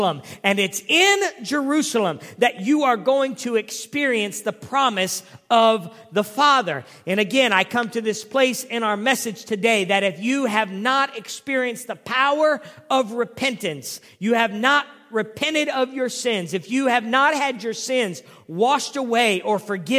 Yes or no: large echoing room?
yes